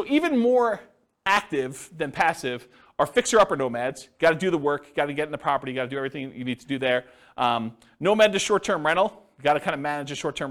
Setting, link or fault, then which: setting, live audience